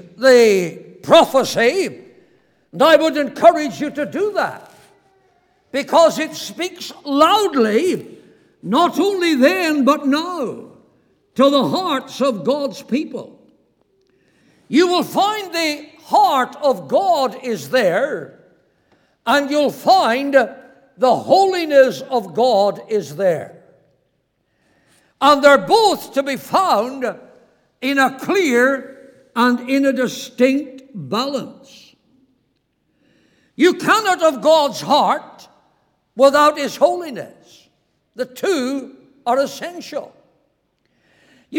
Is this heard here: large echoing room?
yes